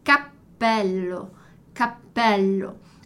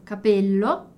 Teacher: o P ficou mais alongadinho, mais demorado ali, fiz aquela pausa · Shown in: first take